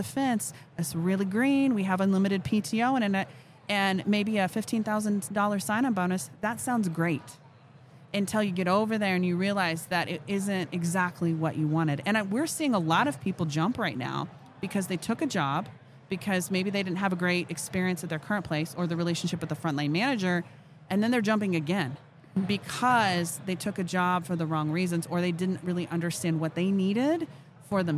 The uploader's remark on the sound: Live at HR Tech 2022